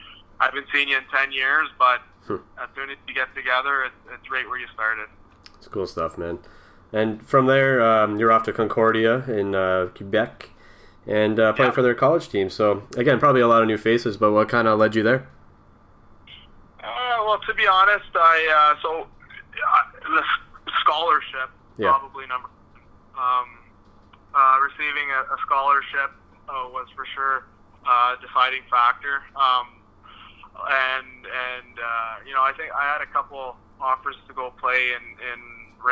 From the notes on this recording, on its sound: on the phone (03:28)